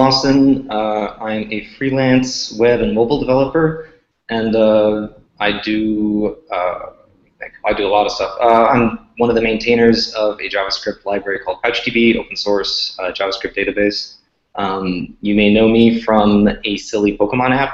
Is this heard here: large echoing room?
no